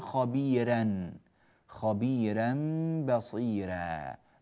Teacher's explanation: الياء إذا كانت ساكنة مادية كانت أو لينية لا فرق، فإنها تسبب في الراء الترقيق